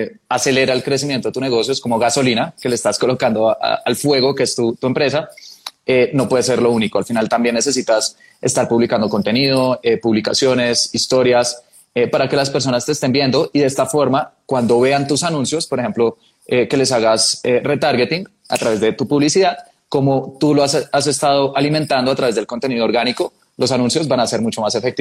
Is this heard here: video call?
yes